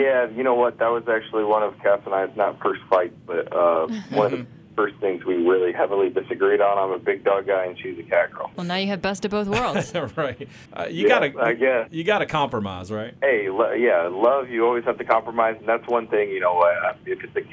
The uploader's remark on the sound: calls in to chat